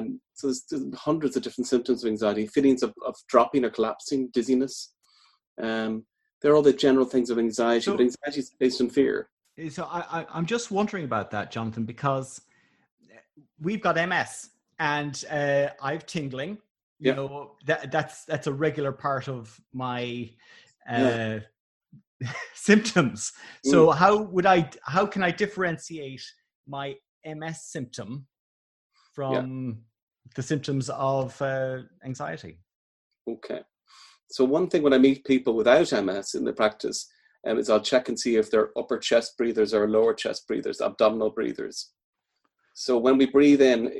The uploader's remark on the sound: This is the first in a series of four programs recorded on Zoom with a live audience.